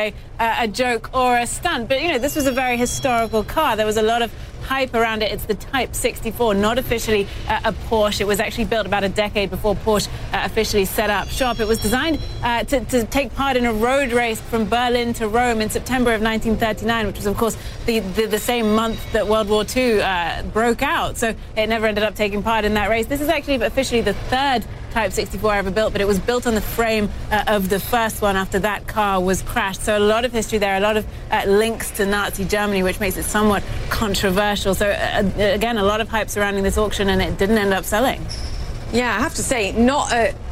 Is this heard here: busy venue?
yes